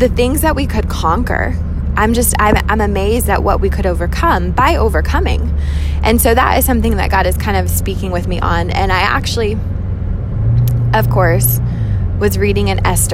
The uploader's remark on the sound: Catch up in the car with me